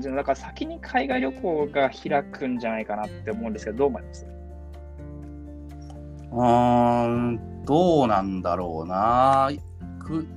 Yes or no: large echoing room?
no